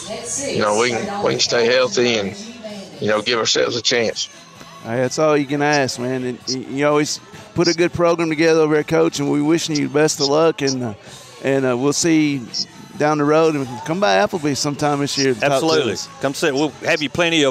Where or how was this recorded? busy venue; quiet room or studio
busy venue